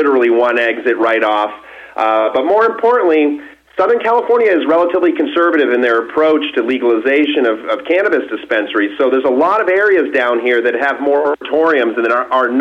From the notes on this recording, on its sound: called in to SmallCapVoice